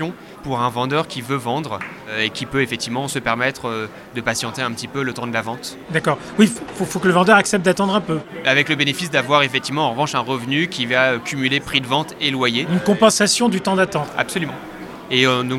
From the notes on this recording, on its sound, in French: Ce podcast a été enregistré à Immo, le congrès de la FNAIM, les 4 et 5 décembre 2023, à Paris.